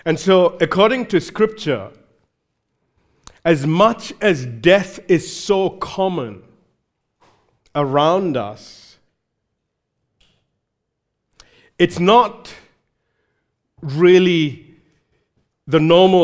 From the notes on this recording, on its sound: recorded live at Grace Community Bible Church